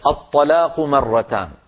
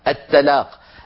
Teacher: الطاء مفخمة، لو رققناها تصير التاء التلاق، التلاق صارت من التلاقي، والطلاق صارت من التطليق، اختلف المعنى مجرد تفخيم وترقيق.